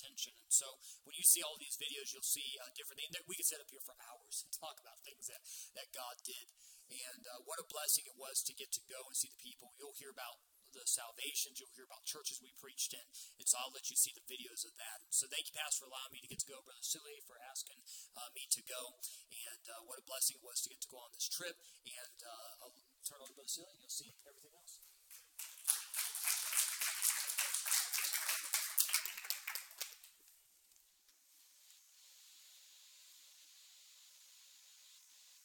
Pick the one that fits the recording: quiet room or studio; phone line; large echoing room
large echoing room